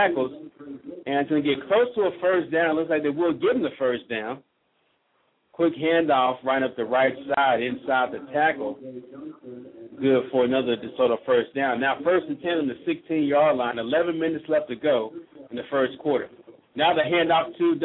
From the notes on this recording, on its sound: Live broadcast of the #2 team in the nation, the Desoto Eagles.